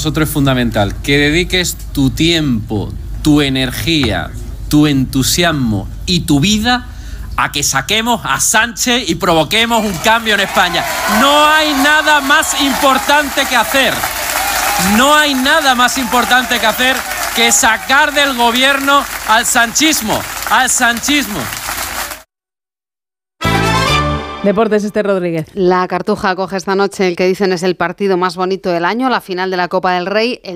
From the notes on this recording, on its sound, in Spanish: emitimos en directo desde el hotel Villa Le Blanc Gran Meliá de Menorca